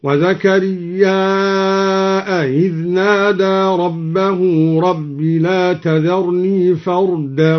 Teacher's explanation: همز زكريا فيصير عنده مدا متصلا